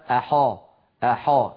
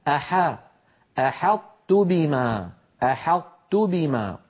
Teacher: لا تفخم العرب الحاء، بل نرققها · Shown in: second take